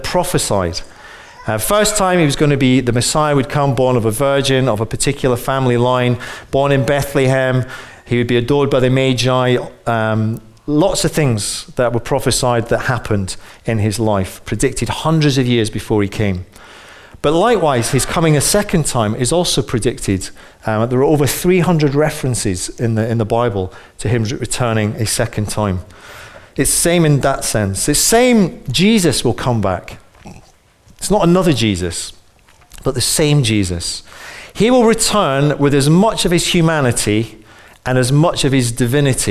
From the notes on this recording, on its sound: Recorded on 29/11/15 at our Moseley 11:15 gathering.